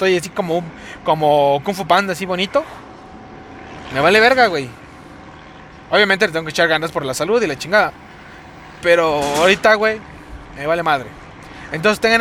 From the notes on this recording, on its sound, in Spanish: El audio no sera aveces bueno por que viajo y lo voy grabando mientras manejo.